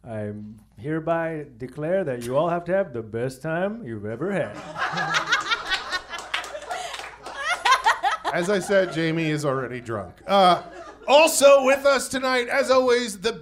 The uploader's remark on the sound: Recorded LIVE at The Improv Lab in Los Angeles!